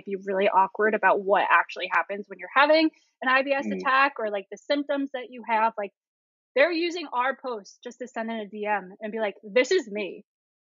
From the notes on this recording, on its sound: Bear with us while we sort through the audio issues LOL.